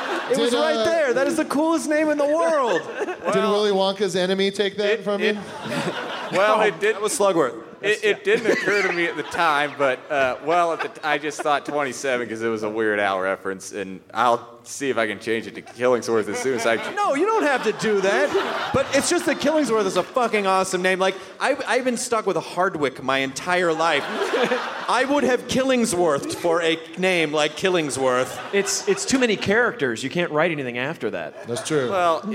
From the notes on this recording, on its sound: It's the Nerdist podcast live from beautiful Boulder, Colorado!